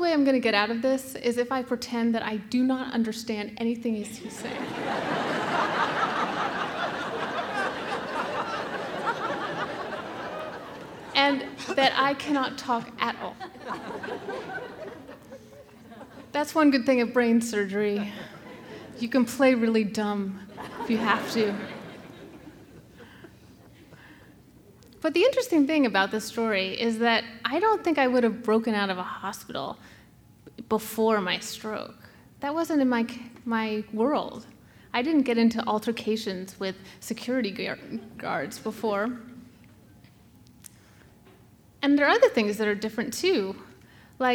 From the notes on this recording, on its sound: The Moth Radio Hour: Live in Boston.